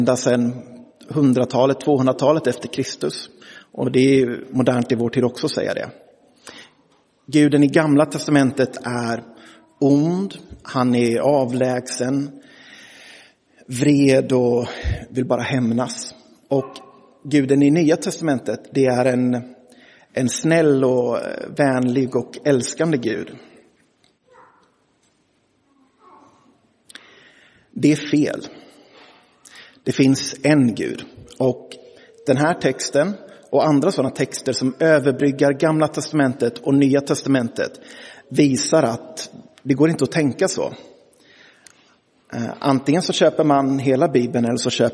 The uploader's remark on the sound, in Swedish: Inspelad i Roseniuskyrkan den 25 juni 2023.